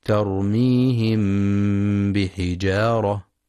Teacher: الميم الساكنة المخفاة عند الباء